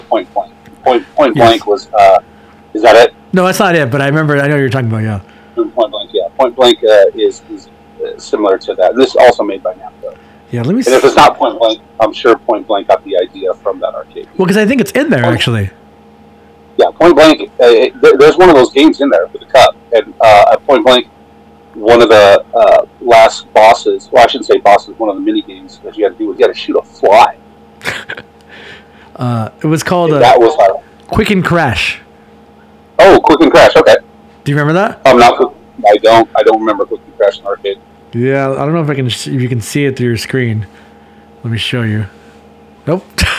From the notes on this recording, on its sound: Audio is a little rough on this one just because we used zoom instead of our usual client Riverside.FM.